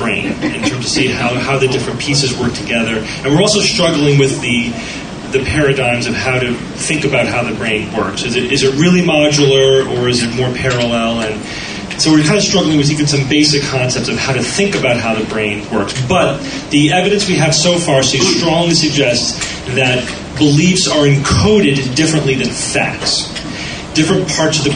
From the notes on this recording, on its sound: Live from DragonCon 2008. Live Questions.